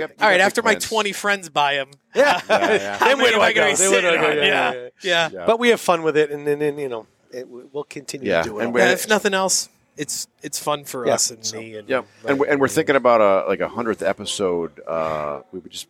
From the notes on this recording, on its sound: Caught up with us at the Brockton Beer Company festival.